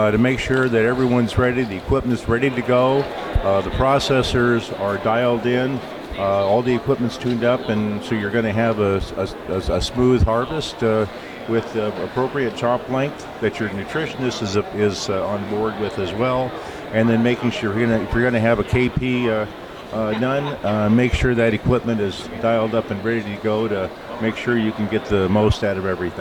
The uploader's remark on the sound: LIVE From WDE! Recorded live from the tradeshow floor at World Dairy Expo!